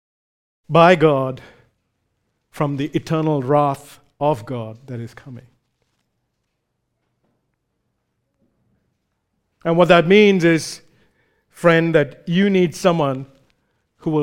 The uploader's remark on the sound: recorded live at Grace Community Bible Church